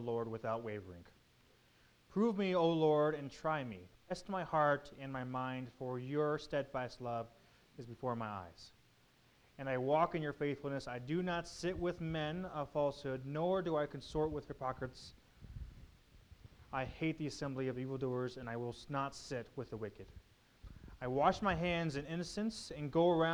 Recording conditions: large echoing room